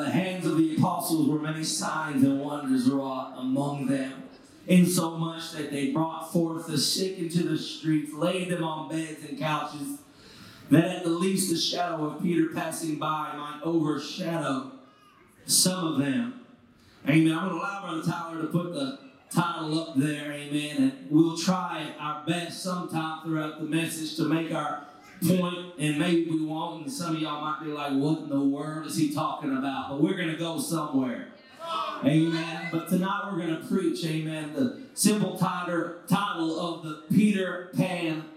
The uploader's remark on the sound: This is a recent sermon preached at Truth Apostolic Church in Madisonville, KY.